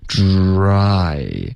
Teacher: 它是要有一个滑动的开头嘴唇是撅起来的然后结尾嘴唇就放松了